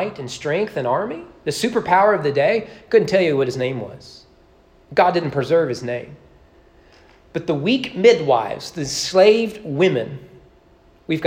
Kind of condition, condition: setting, large echoing room